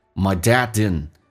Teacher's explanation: didn't 当 d 跟 n 在一起的时候加一点速度，经常老外会把第二个 d 不发音